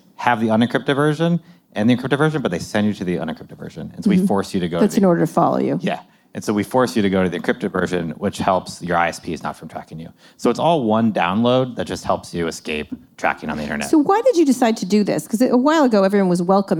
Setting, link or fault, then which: setting, live audience